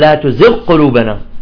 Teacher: أذهب الغين بالقاف، صار إدغام